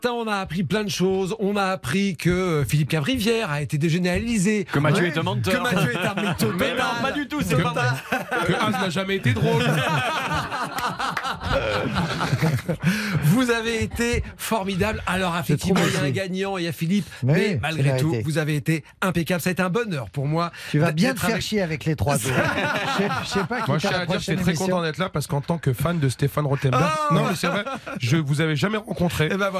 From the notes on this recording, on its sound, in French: Les auditeurs pourront voter en direct pour leurs histoires préférées. En fin d'émission, le gagnant appellera en direct un auditeur ayant voté pour lui.